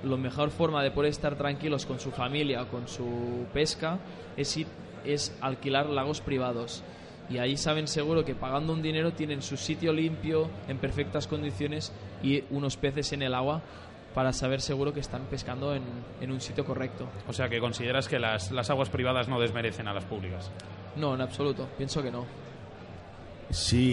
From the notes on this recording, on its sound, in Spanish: Desde Carpmadrid en Directo.